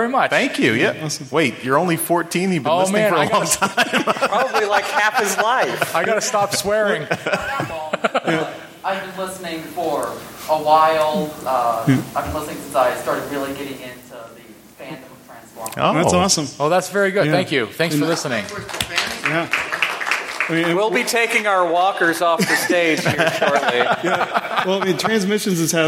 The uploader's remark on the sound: Live from TFcon Toronto 2022. TFcon Toronto 2022 Podcasters Roundtable. Live from TFcon Toronto 2022 ! The lucky people that stuck around to watch us live.